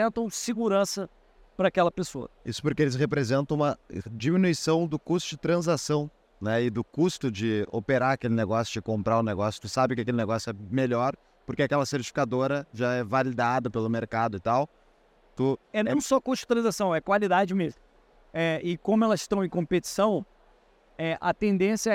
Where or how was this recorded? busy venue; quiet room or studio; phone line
busy venue